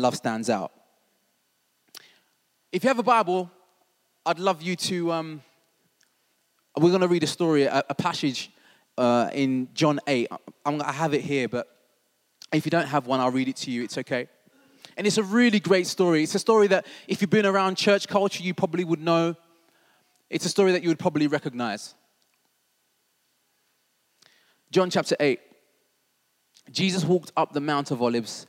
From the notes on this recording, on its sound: This was recorded at Skylark Church on 25th August 2019.